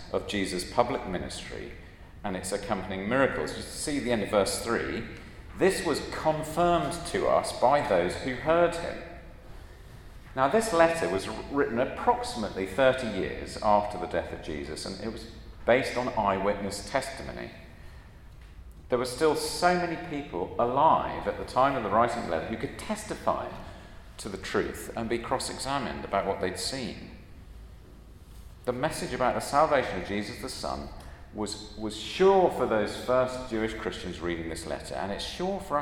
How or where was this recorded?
large echoing room